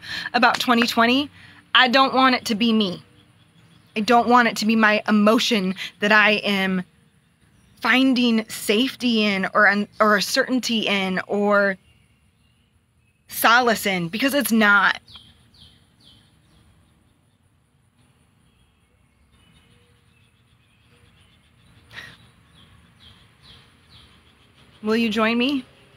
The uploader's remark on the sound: outside, on my phone